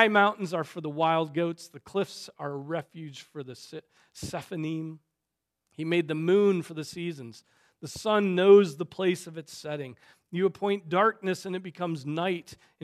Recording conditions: large echoing room